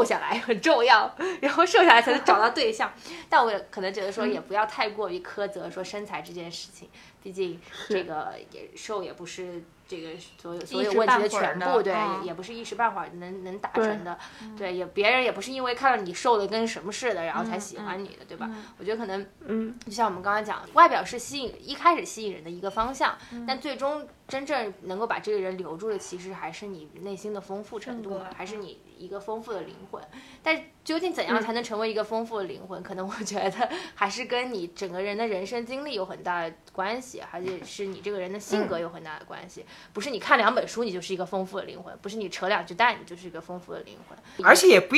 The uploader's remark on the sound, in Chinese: 本期节目录制的过程中由于太过好笑，主持人和嘉宾笑得过于放肆，在吸收了大家诸多批评意见后，我们调整了一稿音频，基本解决了笑声刺耳的问题